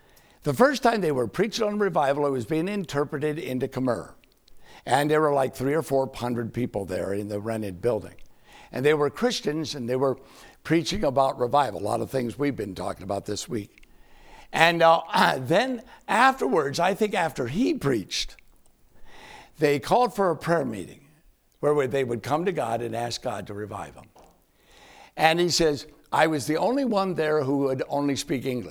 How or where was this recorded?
large echoing room